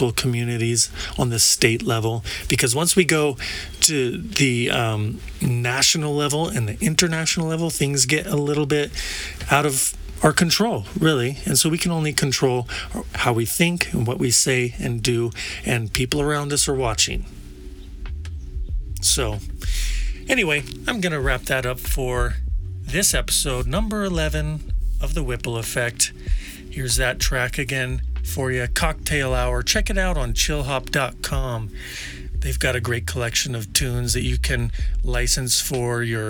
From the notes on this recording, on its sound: I recorded this episode at Hot Spring Glamp Camp in New Mexico. I recorded this episode at Hot Spring Glamp Camp in New Mexico.